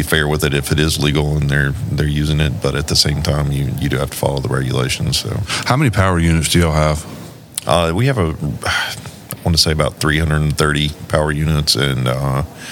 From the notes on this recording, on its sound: in an interview recorded at the 2023 South Carolina Trucking Association's Annual Meeting